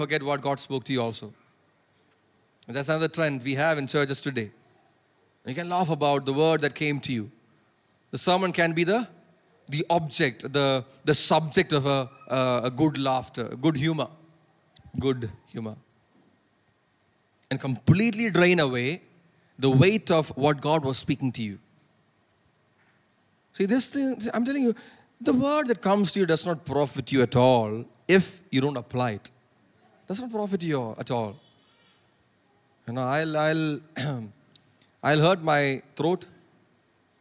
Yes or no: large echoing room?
yes